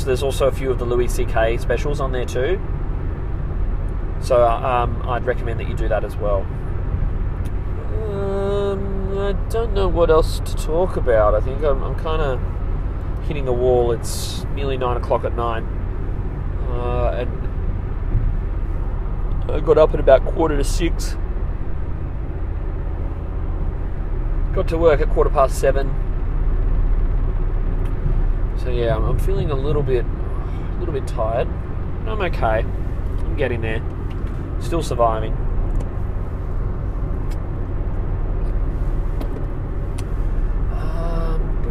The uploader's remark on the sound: I'm in the car